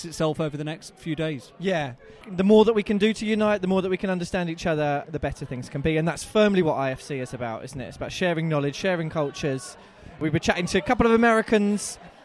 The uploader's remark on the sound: Live from IFC 2023